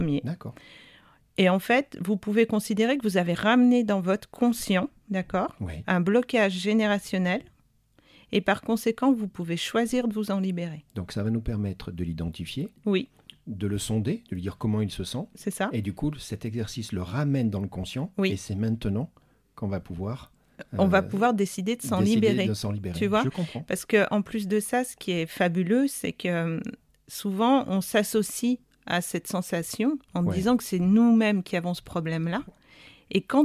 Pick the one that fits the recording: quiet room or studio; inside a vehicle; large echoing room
quiet room or studio